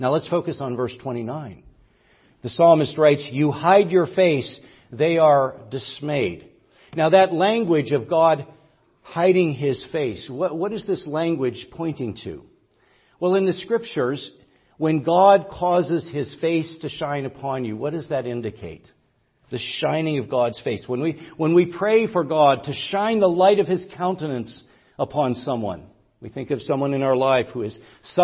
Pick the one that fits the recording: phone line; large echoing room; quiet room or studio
large echoing room